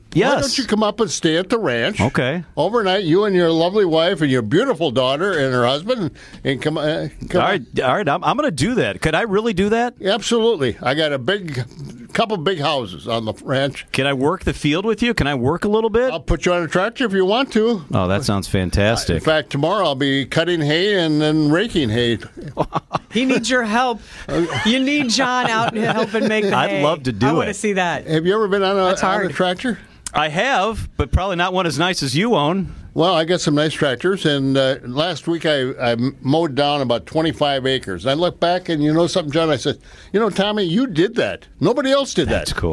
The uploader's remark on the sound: LIVE at the Wisconsin State Fair